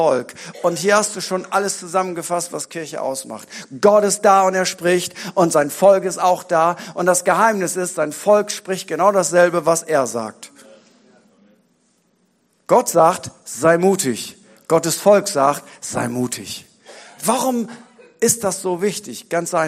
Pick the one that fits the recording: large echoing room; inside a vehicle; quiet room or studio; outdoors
large echoing room